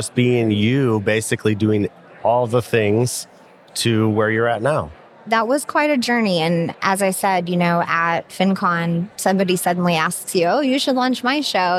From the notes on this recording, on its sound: I tried something new this year at FinCon — recording live from the FinCon Podcast Booth.